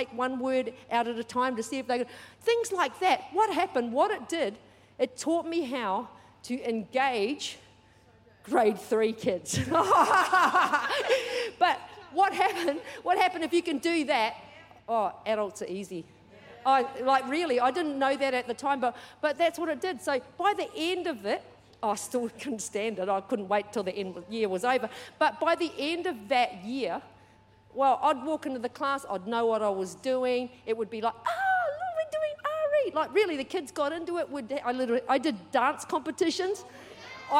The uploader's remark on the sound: Recorded during our 5pm service on Sunday, the 24th of September 2023.